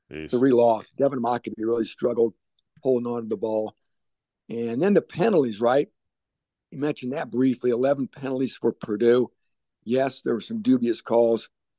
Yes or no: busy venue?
no